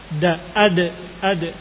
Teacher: Da, ad, ujung lidah sama tempat tumbuhnya gigi. Sifatnya istifal, tipis.